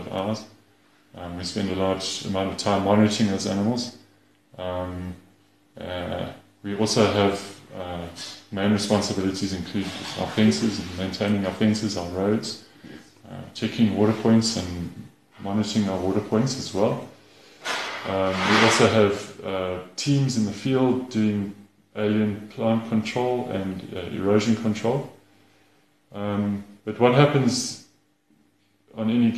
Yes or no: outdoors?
no